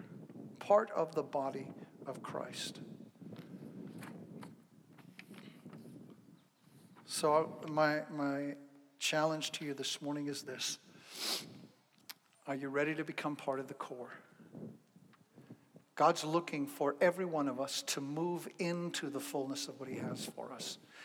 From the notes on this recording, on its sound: Zion Fellowship in Canandaigua, NY. This episode is the first live sermon he gave after the shut down due to Covid-19 in the parking lot of the church.